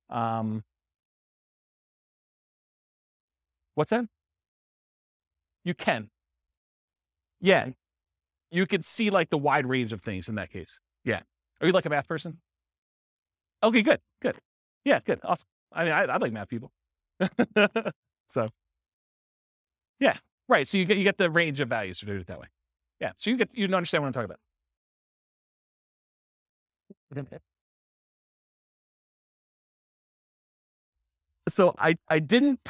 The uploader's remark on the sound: This was a live class recorded